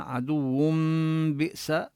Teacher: هذه النون لا نلفظها في الوصل، إنما عدو بئس تنقلب ميما · Term: الإقلاب